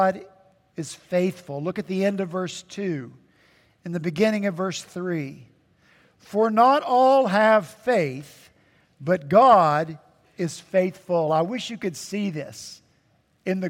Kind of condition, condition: setting, large echoing room